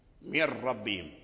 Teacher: إذن فهذه الحروف المجموعة خمسة تنقسم إلى قسمين، منها ما هو إدغام كامل ولا غنة حينئذ، ذلك في اللام والراء